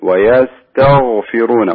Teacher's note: الغين تحتاج إلى أنك يعني تفخمينها شوي لأنها من حروف الاستعلاء